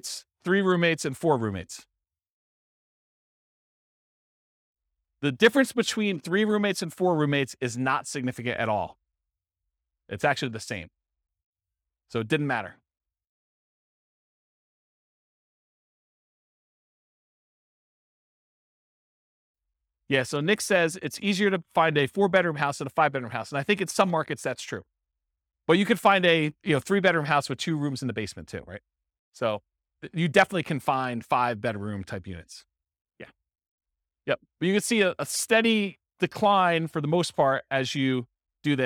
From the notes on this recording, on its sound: This was a live class recorded